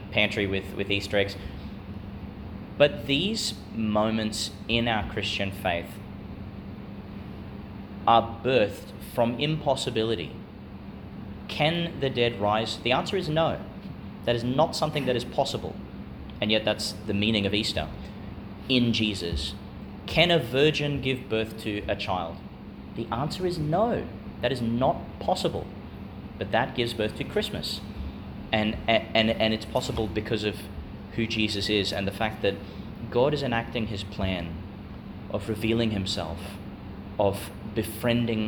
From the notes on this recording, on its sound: Homily for Easter Thursday within the Octave, delivered in Channel College Chapel, Gladstone, Qld.